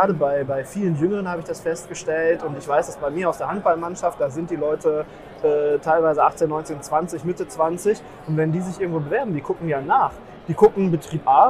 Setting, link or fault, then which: setting, busy venue